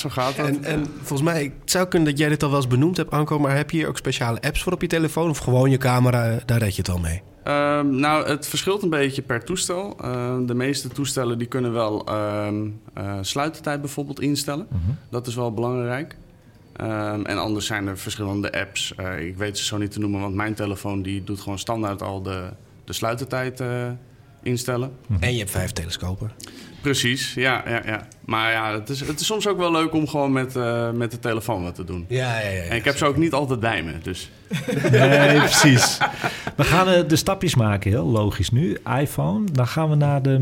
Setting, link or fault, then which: setting, busy venue